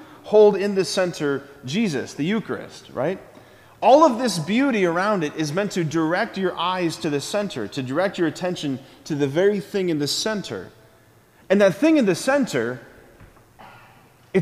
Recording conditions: large echoing room